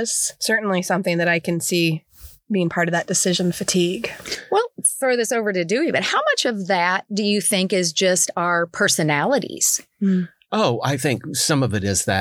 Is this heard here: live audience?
no